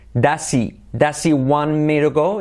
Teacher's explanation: Nos comemos la H.